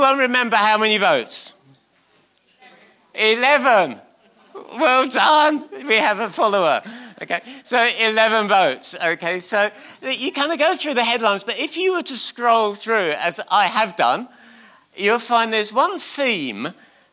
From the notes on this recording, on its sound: on 22nd December 2019 at King's Church, Cockermouth.